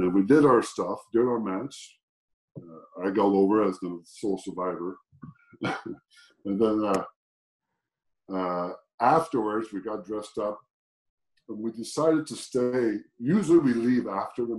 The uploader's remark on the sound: Recorded via Zoom